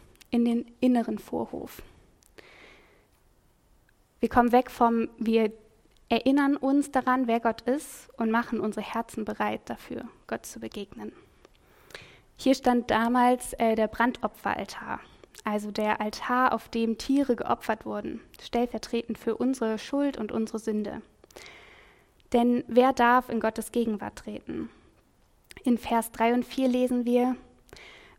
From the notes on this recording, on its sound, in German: Predigt im Rahmen des GreifBar+ Gottesdienstes